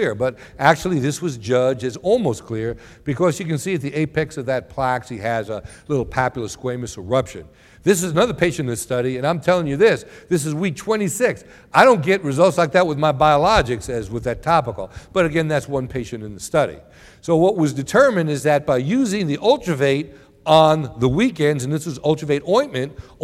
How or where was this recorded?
live audience